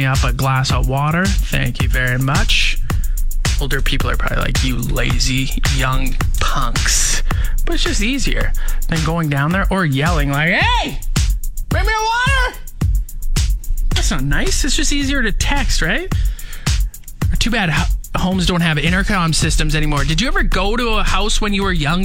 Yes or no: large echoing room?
no